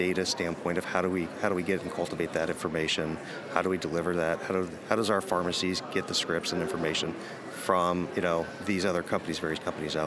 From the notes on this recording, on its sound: User Conference Post-Show. Live from the show floor.